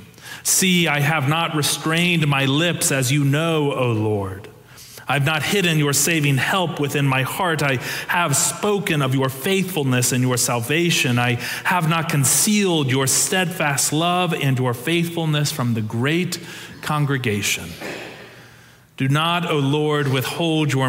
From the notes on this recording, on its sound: For our Sanctuary Worship Service.